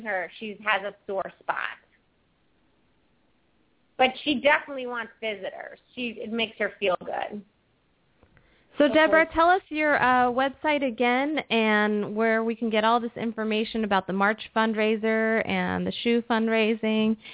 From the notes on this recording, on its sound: open up the lines for listeners to call